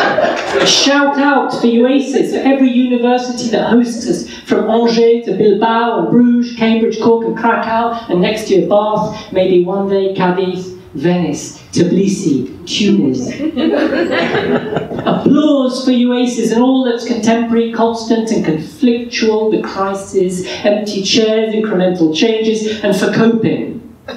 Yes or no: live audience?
yes